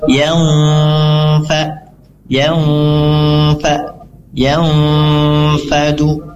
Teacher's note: Sifat dari ikhfa itu kita bersiap setelah kita menyamarkan bunyi nunnya dan kita langsung bersiap masuk ke huruf fa-nya. Lisan atau lidah kita sudah siap masuk ke huruf fa.